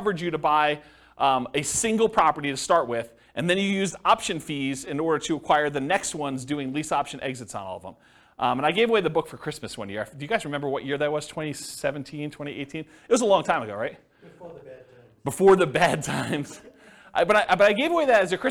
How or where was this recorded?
live audience